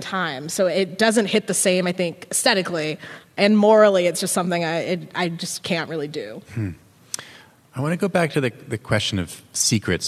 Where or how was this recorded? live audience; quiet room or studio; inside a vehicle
live audience